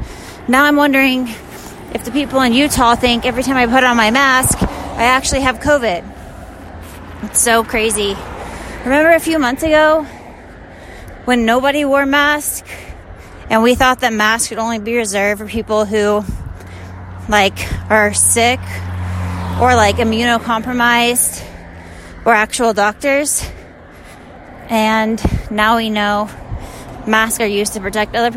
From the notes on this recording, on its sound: On the open road: Literally walking on a road in Utah. This is a weird short little episode - full of raw, unfiltered, unedited ramblin’.